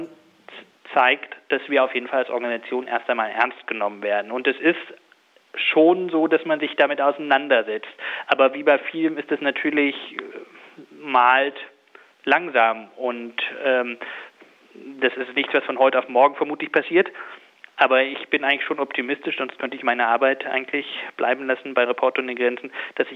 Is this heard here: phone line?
yes